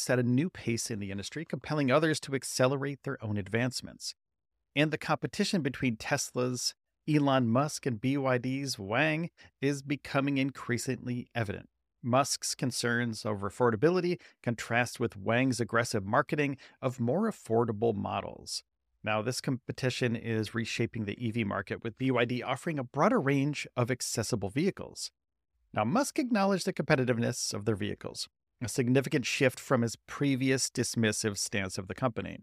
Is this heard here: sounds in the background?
no